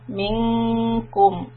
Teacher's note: Noon has a ikhfa sound. We have to hide the sound. So we raise the middle part of the tongue upwards. Ming. And hold it.